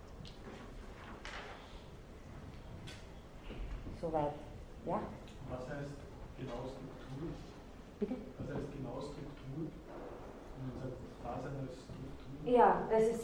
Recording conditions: large echoing room